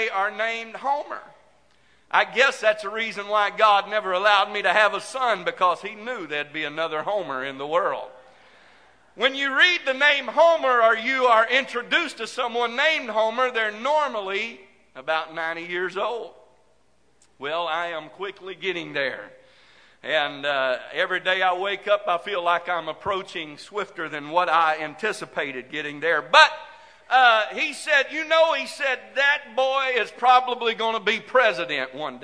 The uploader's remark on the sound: This message is broadcast live from First Pentecostal Church of Silsbee Texas.